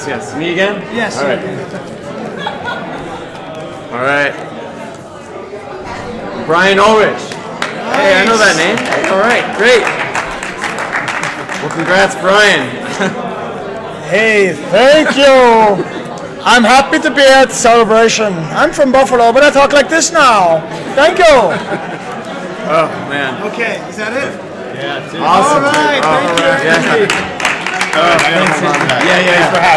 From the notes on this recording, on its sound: Live from the Collector Social Podcast stage and from the show floor of Celebration Chicago, 2019. Some iffy sound quality.